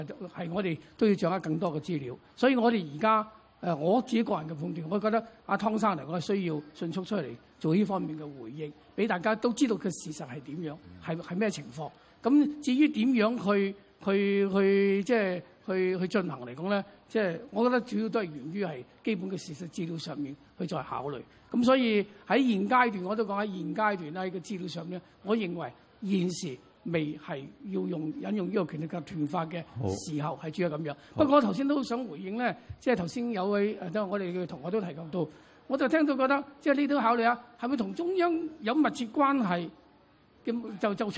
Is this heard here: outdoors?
yes